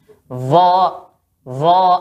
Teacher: belakang lidah sama tengah lidahnya naik menyentuh langit-langit sehingga bunyinya tebal